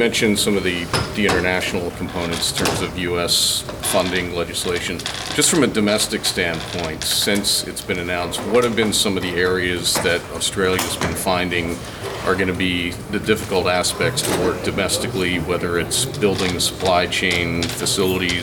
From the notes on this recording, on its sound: was at the Indo Pacific 2023 event opening's ministerial press conference, recording the full Q&A